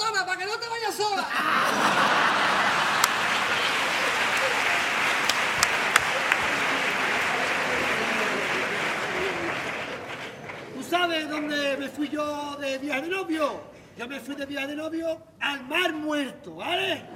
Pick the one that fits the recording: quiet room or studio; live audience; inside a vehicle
live audience